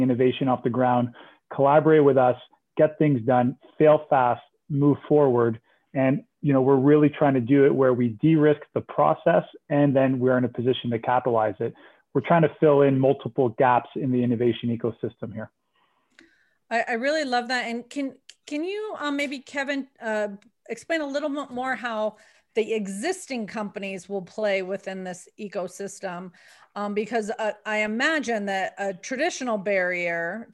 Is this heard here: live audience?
no